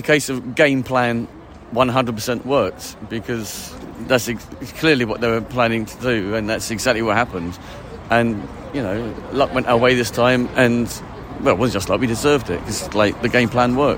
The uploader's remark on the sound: post-match podcast from the pub